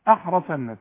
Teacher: الراء هي بس المفخمة مع الصاد